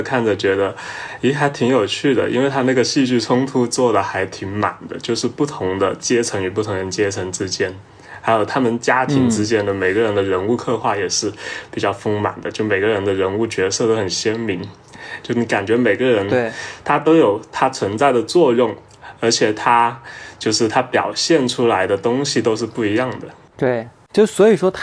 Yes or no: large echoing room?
no